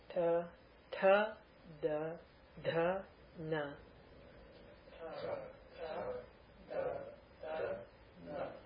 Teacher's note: Dentals, tongue is flat and forward, right at the tip of the teeth.